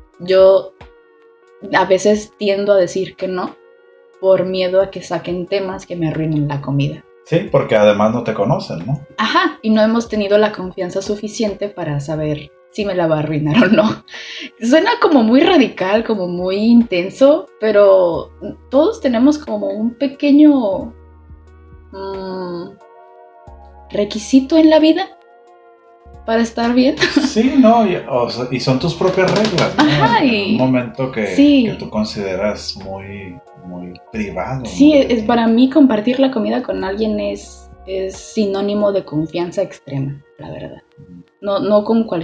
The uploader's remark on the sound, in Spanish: lamentamos el ruido de fondo